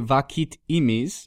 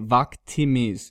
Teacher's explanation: So we lose that second vowel. · Shown in: second take